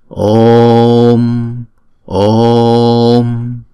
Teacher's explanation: chữ O là diphthong, cho nên chúng ta đọc hai nhịp. Om Om, đọc chữ O hai nhịp, xong rồi chúng ta mới đóng chữ O đó lại.